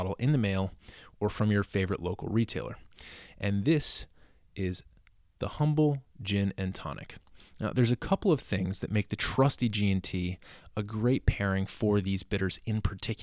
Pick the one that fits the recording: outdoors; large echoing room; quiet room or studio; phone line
quiet room or studio